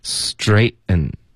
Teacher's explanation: 这里 ten 的音节我们就用喉音停顿把这个 t 的音给省了